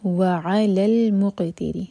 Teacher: قدروه وعلى المقتدر، اگین عین پر زور، مق قاف پر قلقلہ اور تی پر زور